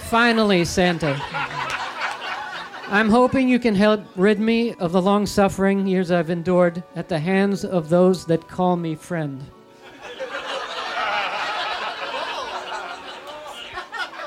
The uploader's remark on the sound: Recorded before a packed crowd at the world famous Village Underground in New York City!